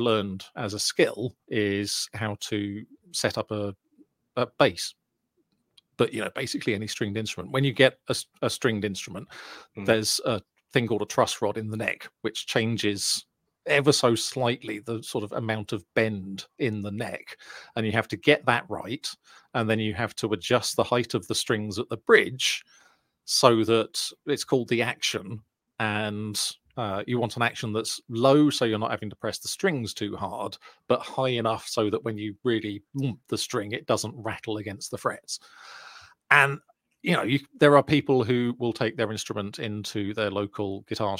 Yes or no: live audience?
no